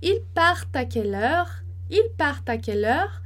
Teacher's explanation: E vou subir a entonação porque a gente está fazendo uma pergunta